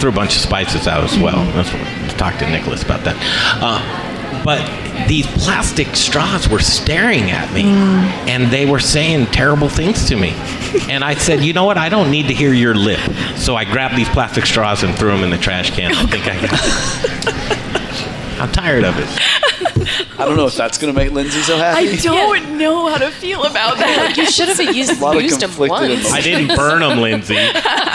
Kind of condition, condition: setting, busy venue